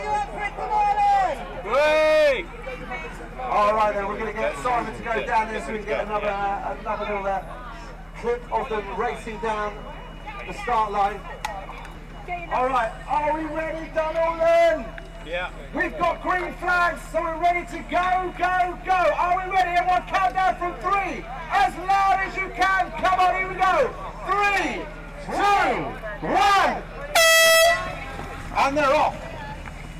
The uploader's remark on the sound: Hear snippets of performances throughout the day, some live commentary, and some words from the amazing charities this event supports.